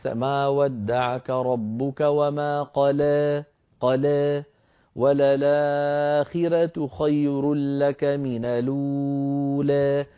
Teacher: عندنا الألفات التي أصلها ياء أو التي كتبت على صورة الياء في المصحف الشريف، ورش يقرأها إما بالفتح كحفص مثلا أو بالتقليل، يعني الإمالة الصغرى